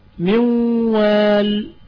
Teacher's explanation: تقارب صفات، إدغام النون في الواو، نون في الواو، نحو من وال، يعني النون والواو في اتحاد بينهم في الجهر والرخوة والانفتاح، يعني النون والواو جهريتان وبعدين مستفلتان وأيضا عندنا منفتحتان